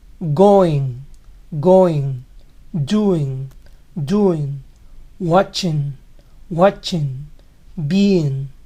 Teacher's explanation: La G final apenas se escucha y mayormente desaparece en conversación normal.